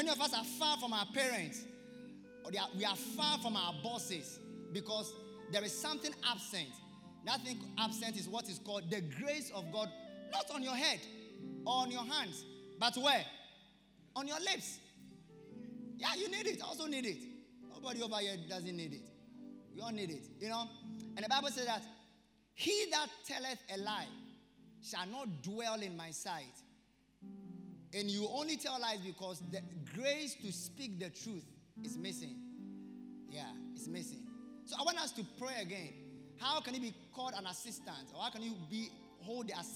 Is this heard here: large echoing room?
yes